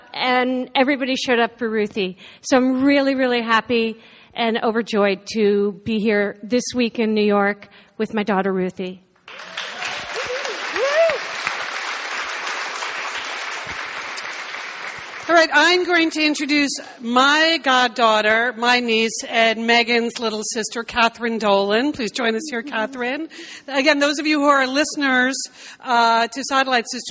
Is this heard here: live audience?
yes